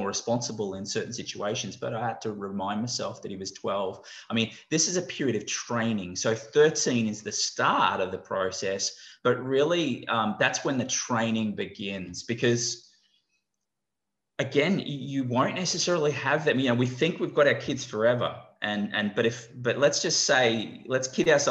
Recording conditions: video call